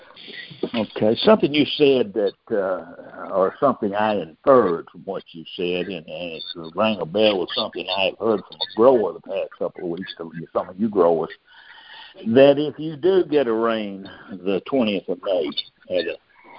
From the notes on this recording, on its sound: Monthly Conference Call